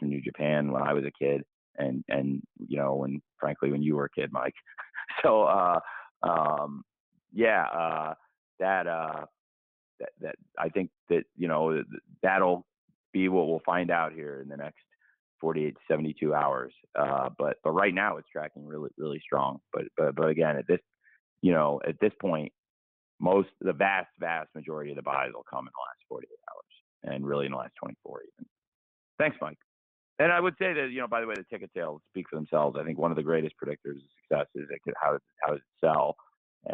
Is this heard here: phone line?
yes